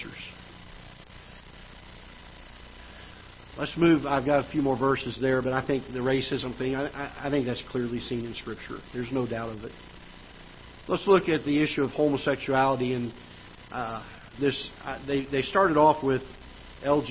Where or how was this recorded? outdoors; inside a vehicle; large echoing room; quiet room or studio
large echoing room